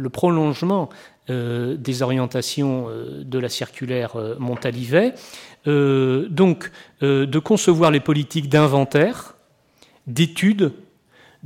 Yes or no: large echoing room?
yes